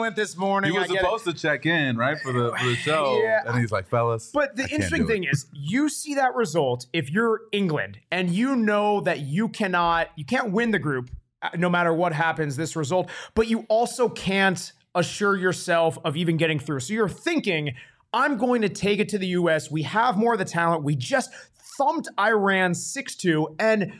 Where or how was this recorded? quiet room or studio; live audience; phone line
quiet room or studio